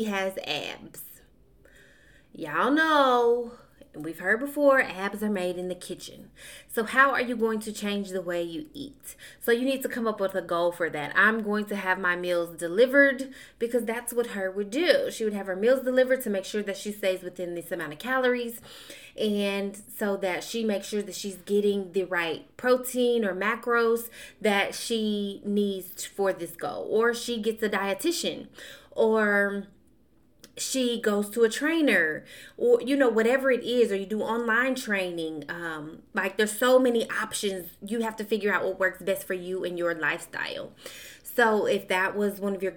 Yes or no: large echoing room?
no